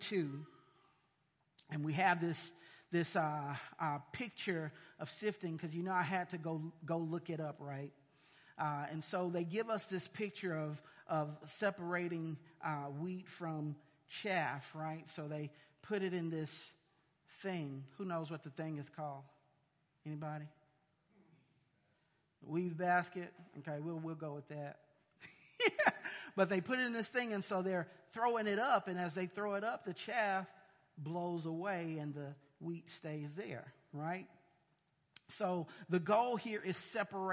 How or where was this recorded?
large echoing room